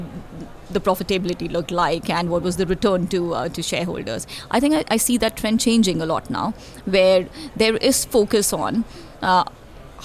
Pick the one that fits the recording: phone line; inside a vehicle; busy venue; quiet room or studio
busy venue